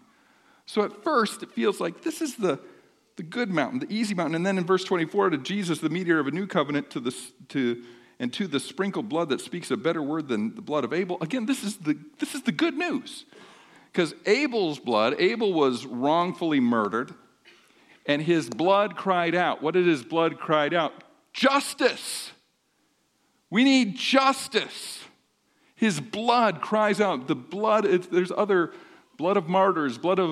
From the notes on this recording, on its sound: sermon during the 10:30am service on 1-21-24